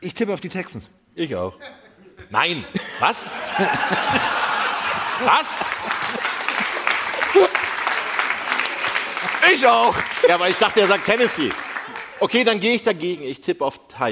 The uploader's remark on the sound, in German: Machen die Weihnachtsfolge Live aus Stuttgart! Volles Haus und wie auch schon in den Städten zuvor eine grossartige Stimmung.